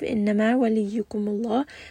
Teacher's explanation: The name Allah here is going to be heavy.